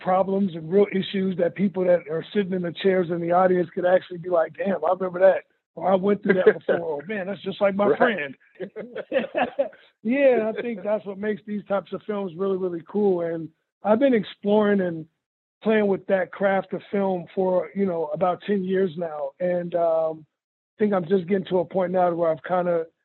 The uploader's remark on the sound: I hopped on the phone